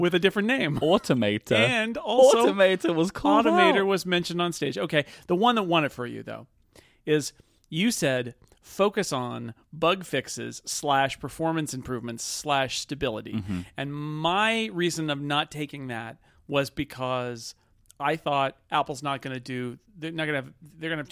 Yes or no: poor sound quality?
no